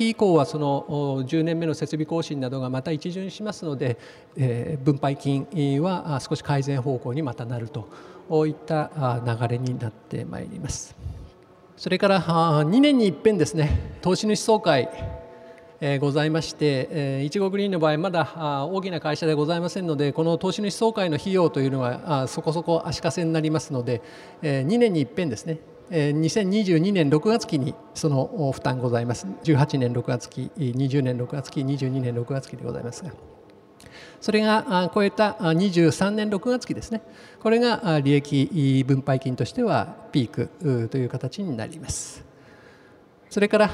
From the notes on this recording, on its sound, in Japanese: 東京証券取引所で開催した「J-REITファン2018」に登壇した